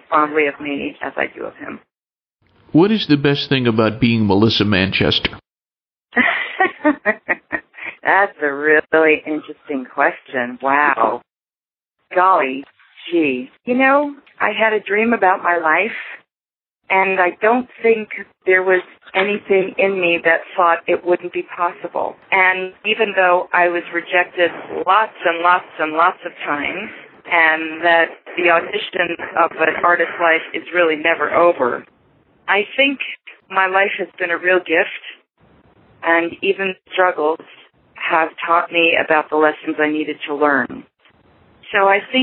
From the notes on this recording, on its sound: She called in, and it was one of those very relaxed phone interviews, for radio.